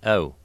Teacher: Instead of ow, we say oh. And so the initial sound is more closed, more central, and so it's a bit more like a schwa at the beginning of it. · Term: Canadian raising